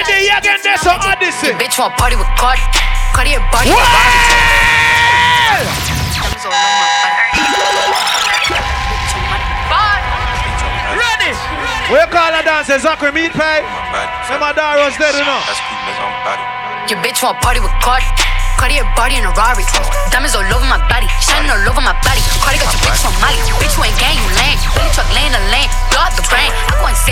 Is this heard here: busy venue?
yes